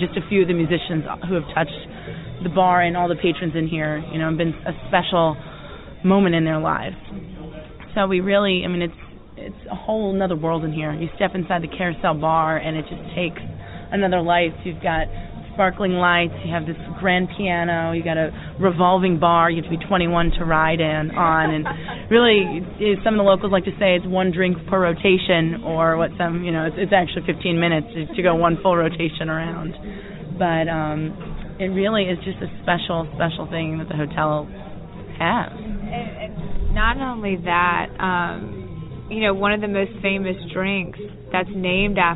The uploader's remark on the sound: Other stops on this audio trip include a tour through Treme and a visit to the famed Carosel bar in the Hotel Monteleone